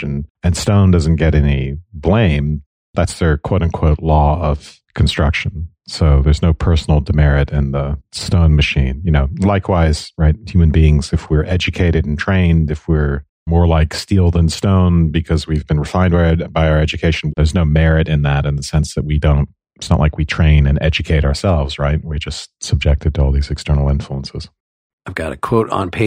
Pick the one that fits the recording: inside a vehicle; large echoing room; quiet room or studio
quiet room or studio